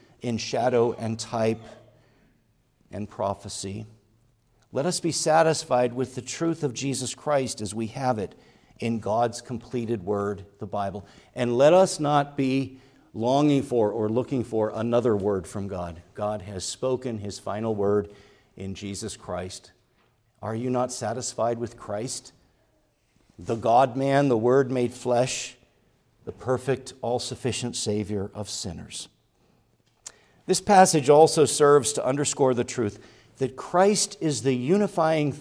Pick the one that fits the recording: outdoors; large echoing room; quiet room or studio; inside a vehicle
large echoing room